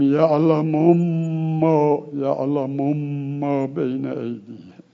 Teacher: میام اولی رو ساکنش میکنیم، ادغامش میکنیم در بعدی · Term: ادغام کبیر